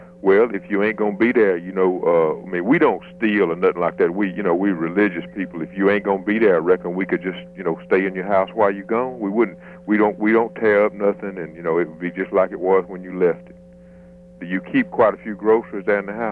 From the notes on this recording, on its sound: Prank Phone Calls